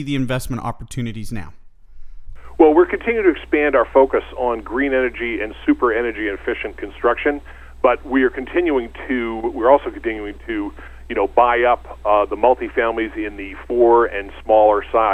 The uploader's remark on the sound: call in to SmallCapVoice